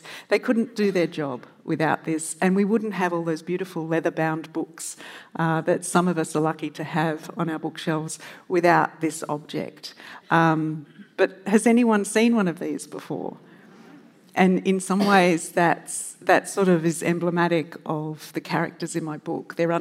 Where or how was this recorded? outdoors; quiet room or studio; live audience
live audience